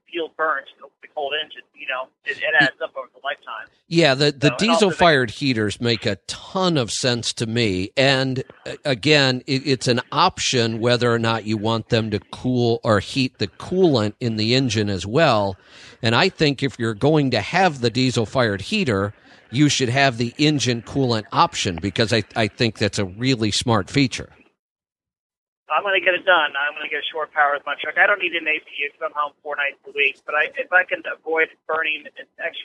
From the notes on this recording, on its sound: Today we have a bunch of calls.